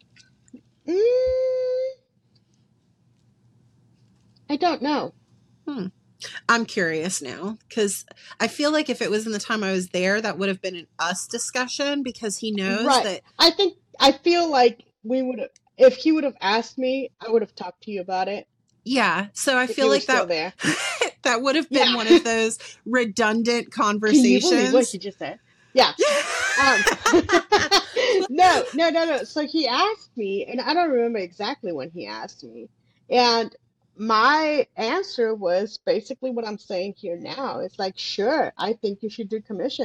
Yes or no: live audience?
no